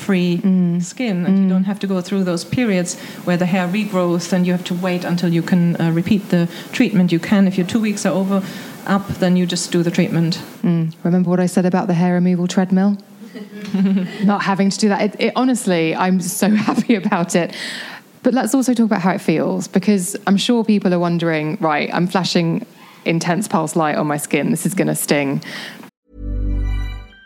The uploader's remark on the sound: in front of a live audience